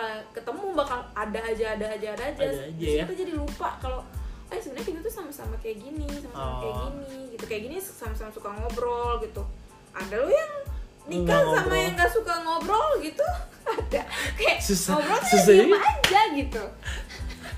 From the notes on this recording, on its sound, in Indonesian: Di pilot episode ini gue dan istri mencoba mendokumentasikan percapakan kami. Yaaa maklumin aja lah ya klo masih berantakan banget alurnya, sound naik turun, dan hal-hal amatir lainnya.